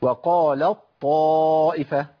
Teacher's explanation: التاء عندي بتذهب بالكليه وتفضل بطاء · Term: ادغام متجانسين